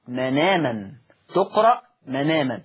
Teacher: بشيل الهمزة واخد الفتحة اللي على الهمزة حطها على النون · Term: النقل